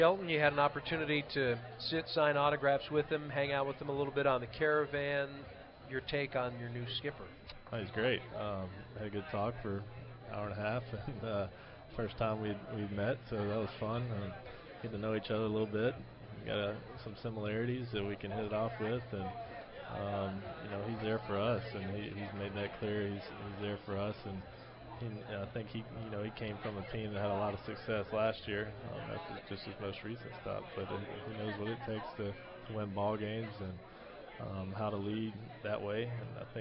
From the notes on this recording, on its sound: LIVE from PiratesFest on Friday night at PNC Park